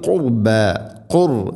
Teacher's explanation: റാഇനെ ഉച്ചരിക്കുമ്പോൾ കനപ്പിച്ച് ഉച്ചരിക്കണം